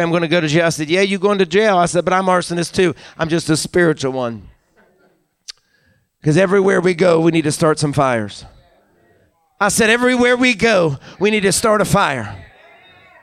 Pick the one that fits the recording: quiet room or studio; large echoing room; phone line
large echoing room